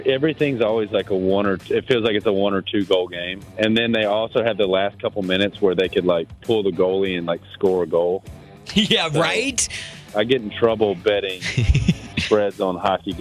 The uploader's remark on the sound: called in to play a round of One's Gotta Go